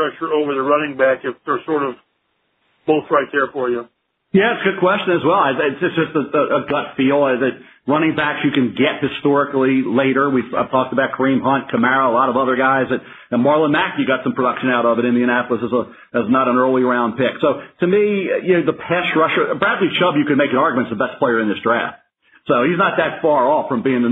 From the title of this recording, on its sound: NFL Draft Conference Call